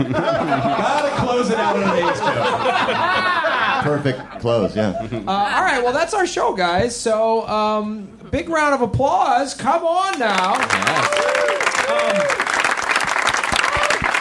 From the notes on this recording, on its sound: LIVE AT SF SKETCHFEST. Live at the Punchline Comedy Club for San Francisco Sketchfest.